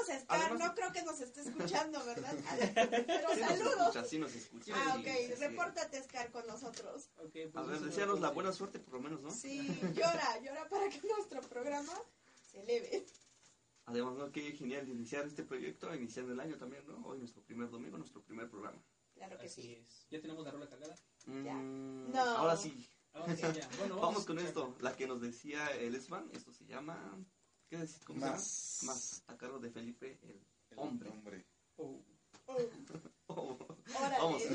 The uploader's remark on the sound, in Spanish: Este es nuestro primer episodio, disculpen la calidad del audio.